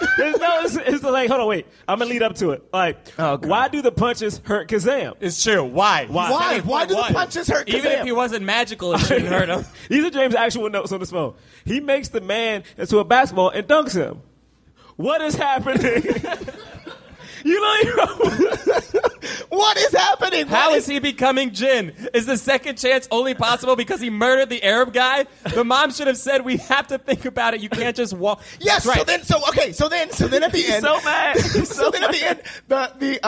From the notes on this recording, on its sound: Recorded LIVE from NYC Podfest.